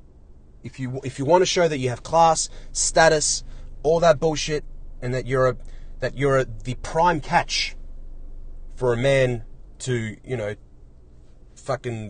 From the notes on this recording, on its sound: Today I’m in the car again.